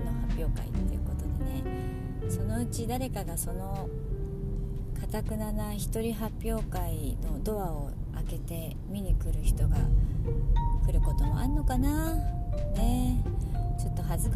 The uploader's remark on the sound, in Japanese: 誰も来ない発表会のリハーサルへ行く車の中のつぶやき。